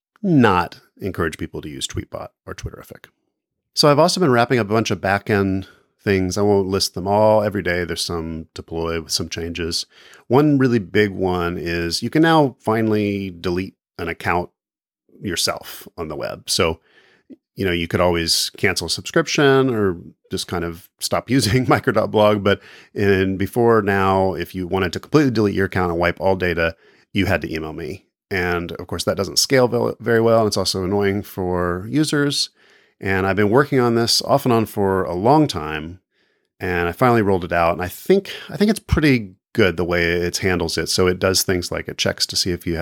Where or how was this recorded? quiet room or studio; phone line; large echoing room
quiet room or studio